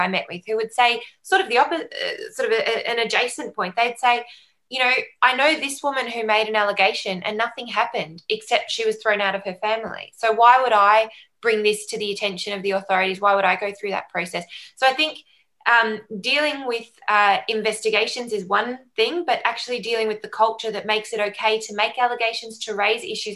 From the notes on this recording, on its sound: Recorded live as a webinar on 24th November 2020.